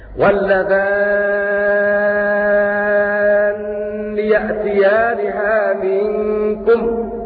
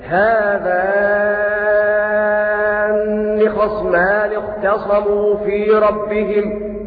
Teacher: ابن كثير المكي قرأ بتشديد النون في هذه المواضع التي ذكرت في هذا البيت فيقرأ هكذا: واللذان يأتيانها منكم، بمد ست حركات لأنها عندئذ مد لازم، ولعل تشديد النون بدل من الياء في كلمة الذي هكذا.